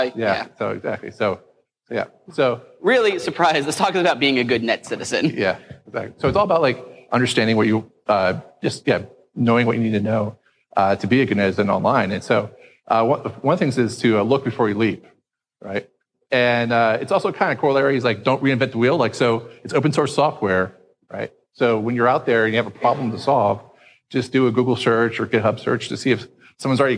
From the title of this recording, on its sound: Live at SXSW